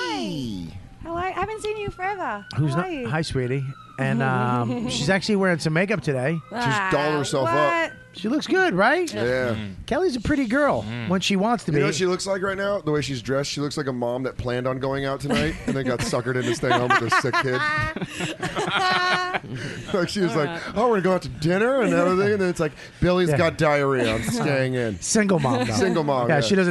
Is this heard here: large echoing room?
no